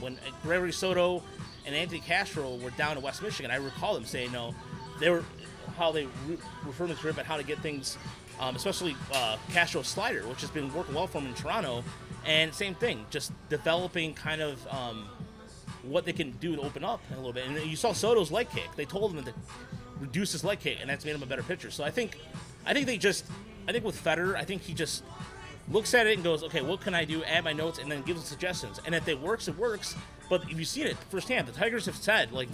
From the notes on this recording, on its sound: The Podcastellanos is live at Mootz Pizzeria + Bar in beautiful downtown Detroit!